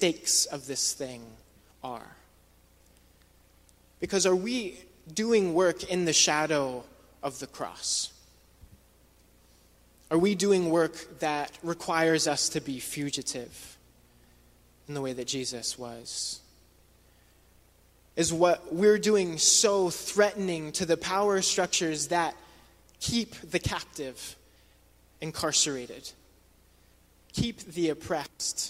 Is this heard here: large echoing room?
yes